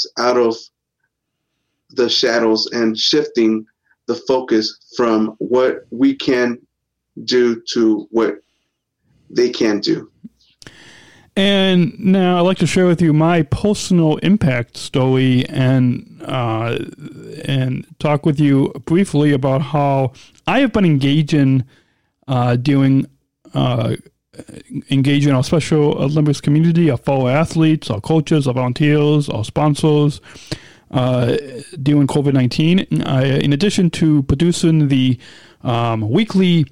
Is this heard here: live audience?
no